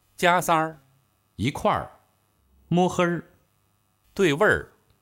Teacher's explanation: 儿化时失落韵尾一，在主要元音后加卷舌动作